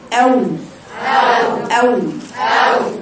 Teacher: وزي ما بقول لها صوت الواو بيطلع غير صحيح، لازم صوت الواو بيطلع صحيح إذا عملت الاستدارة بين الشفتين